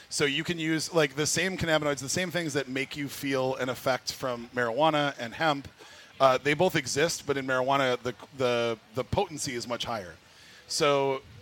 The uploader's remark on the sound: live at the MN State Fair